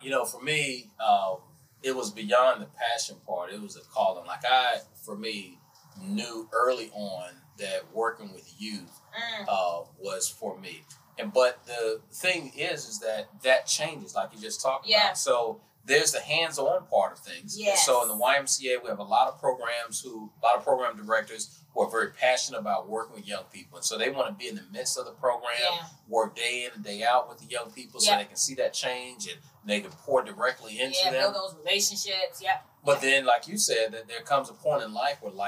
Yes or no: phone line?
no